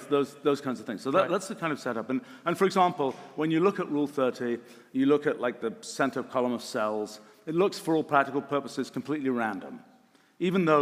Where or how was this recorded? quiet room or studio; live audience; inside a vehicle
live audience